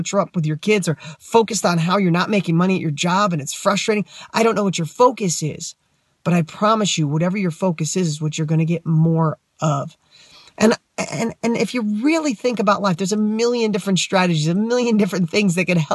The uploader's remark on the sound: I was so excited to film this Weekly Wisdom I filmed it in my car!